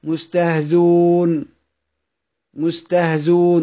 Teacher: الوجه الثالث اللي هو عندنا حذف الهمزة